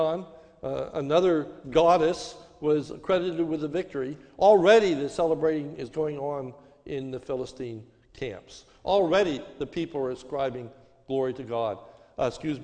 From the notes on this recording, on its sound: This is a sermon recorded at the Lebanon Bible Fellowship Church on 5/30/21 during the morning service